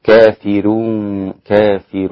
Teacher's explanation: كافر رقق الراء الإمام ورش